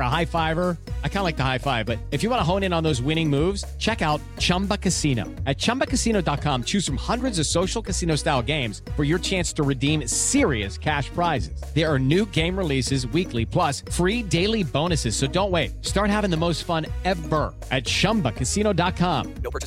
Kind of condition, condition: link, phone line